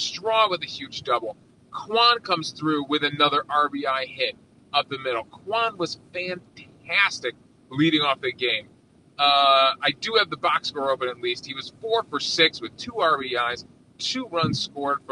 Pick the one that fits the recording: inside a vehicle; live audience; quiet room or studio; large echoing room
inside a vehicle